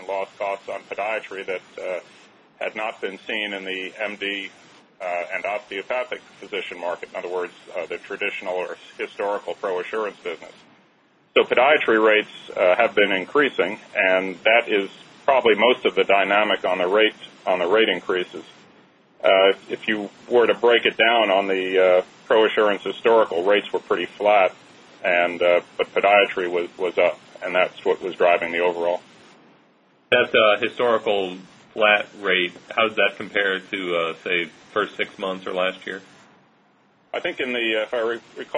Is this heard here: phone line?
yes